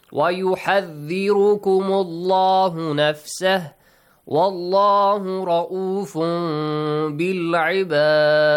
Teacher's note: Dal has to produce a bouncing sound